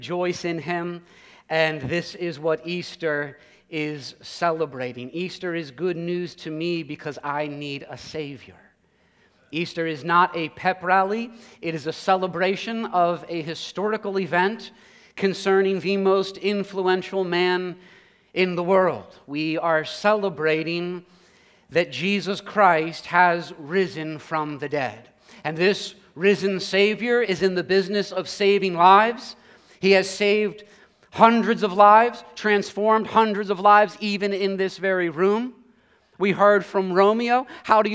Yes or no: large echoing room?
yes